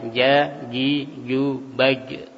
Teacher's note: huruf jim tengah lidah dengan langit-langit sehingga aliran nafas tertahan, aliran suara juga tertahan. Kemudian karena benturan yang sangat kuat ujung lidah dengan langit-langit atas itu menjadikan aliran nafas tertahan dan aliran suara tertahan.